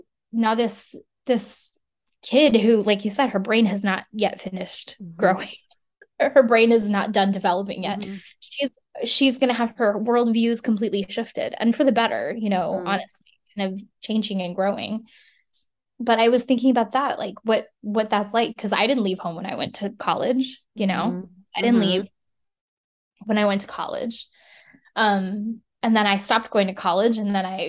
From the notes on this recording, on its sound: This podcast was recorded via Zoom.